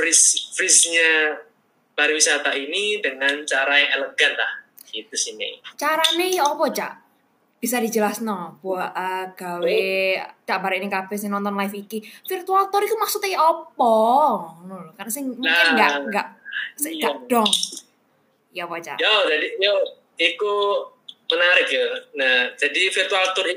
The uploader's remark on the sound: Surabaya.